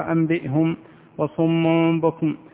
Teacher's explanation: قلب النون الساكنة والتنوين ميما بغنة مع الإخفاء · Term: القلب